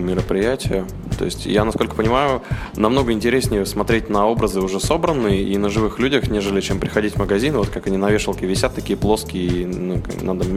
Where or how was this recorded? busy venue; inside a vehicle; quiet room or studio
busy venue